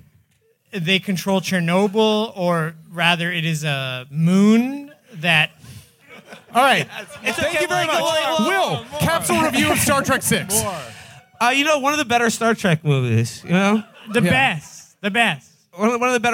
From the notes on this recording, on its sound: Our live show from the Hell on Earth launch party at Littlefield in NYC on 1/20/23.